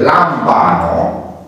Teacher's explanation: De exemplu, în lambano este M datorită, beta. Datorită labialei, oclusivei labiale, infixul capătă varianta M. · Term: nazală